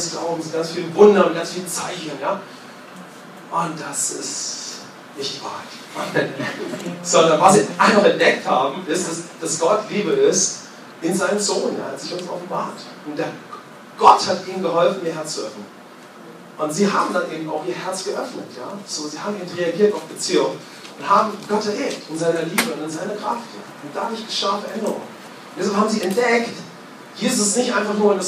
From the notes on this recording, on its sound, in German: Bei der Aufnahmen hatten wir leider Probleme mit unserem Mischpult und unsere Sicherheitsaufnahme hat zusätzlich ausgesetzt, so haben wir eine Handyaufnahme verwendet.